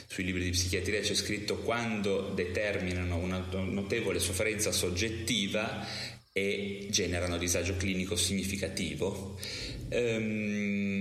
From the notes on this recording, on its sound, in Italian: Peccato che la registrazione sia avvenuta nella Hall di un albergo a Verona con il conseguente riverbero!